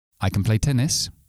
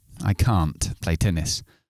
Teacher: I can't play tennis. Solo por la longitud de la vocal, yo distingo entre afirmativo y negativo, al margen de la NT que hay al final.